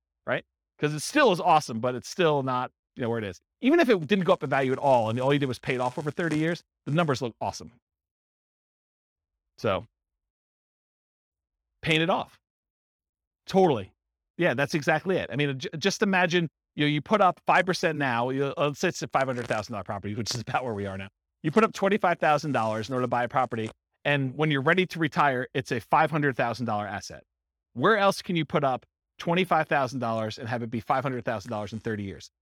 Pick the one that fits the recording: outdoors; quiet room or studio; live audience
live audience